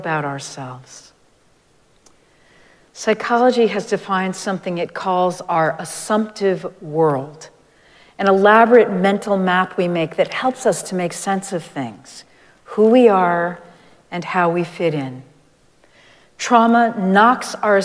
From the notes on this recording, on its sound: Recorded live at Arlington Street Church